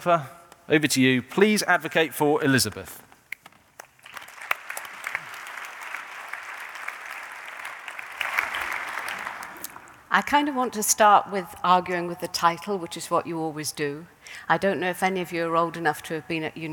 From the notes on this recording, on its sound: In this event, recorded in 2017